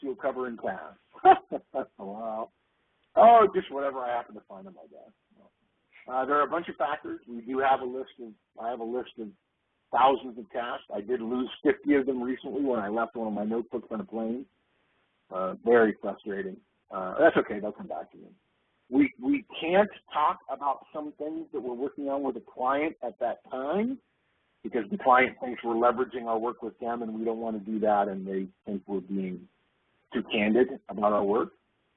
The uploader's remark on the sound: August 2011 Conference Call